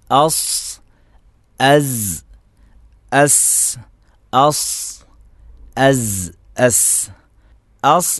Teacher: അസ് അസ് അസ് അസ് അസ് അസ് അസ് എന്ന് പറയുമ്പോൾ അസ് എന്ന് ചുണ്ട് ചേർത്ത് കൊണ്ട് പറയരുത്. ചുണ്ട് യാതൊരു നിലക്കും സ്വാദിൻ്റെ ഉച്ചാരണത്തിൽ വരുന്നില്ല.